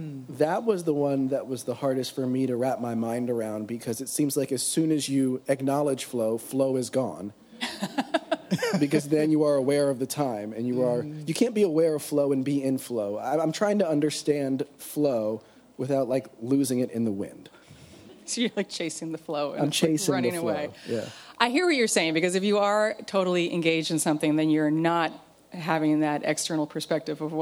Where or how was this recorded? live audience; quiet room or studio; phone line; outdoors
live audience